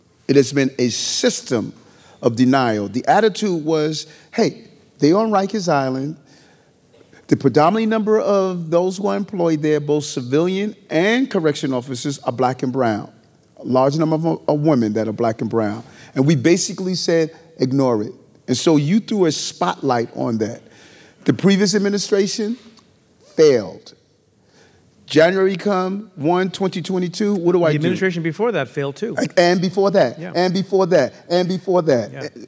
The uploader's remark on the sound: Live on stage at Cooper Union in New York City. For the 2022 John Jay Iselin Memorial Lecture.